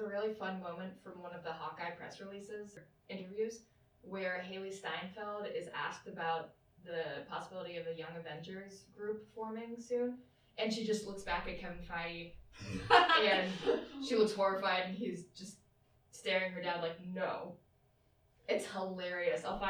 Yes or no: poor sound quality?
yes